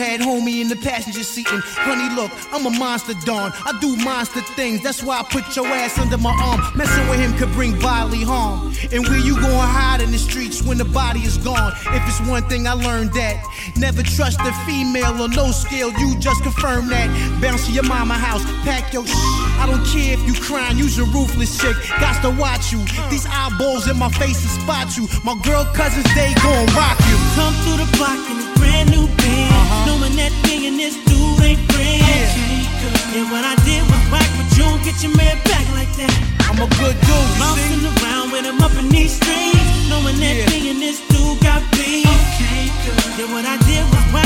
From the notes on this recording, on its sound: Live Urban DJ Mix #44 at Soho Saturday in the Queen City